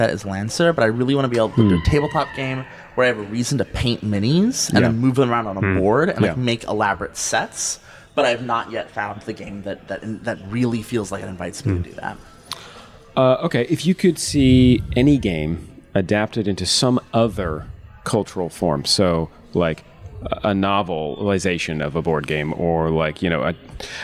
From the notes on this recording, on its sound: we recorded on the ground at GEN CON this past August